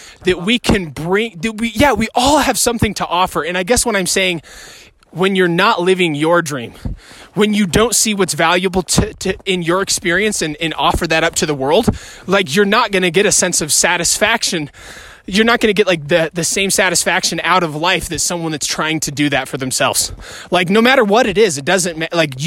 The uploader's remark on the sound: All while enjoying a beautiful hike in the woods humbly passing an iPhone back and forth.